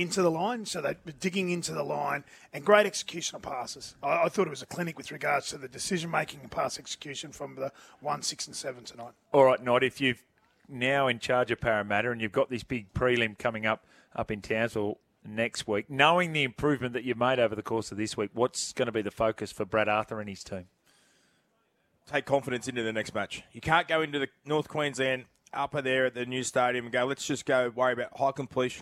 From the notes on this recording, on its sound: Live from Accor Stadium